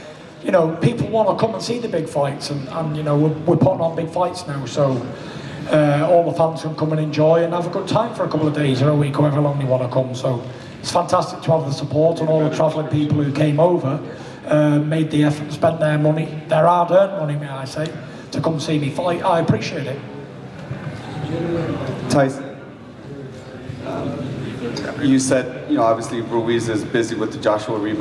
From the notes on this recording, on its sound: Full Post fight press conference (Las Vegas)